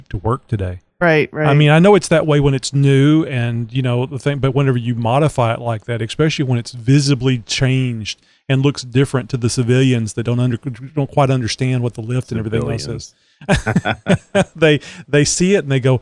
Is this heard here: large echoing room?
no